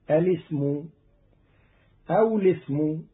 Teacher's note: أما في حالة الابتداء فجاز فيها إثبات الهمزة الأولى وحذفها فتقرأ هكذا الاسم أو الاسم، ولكن البدء بهمز الوصل أرجح من قول ابن الجزري وابدأ بهمز الوصل في النقل أجل.